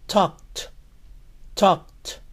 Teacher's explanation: Recuerden que la L en esta palabra no se pronuncia. Termina en sonido K.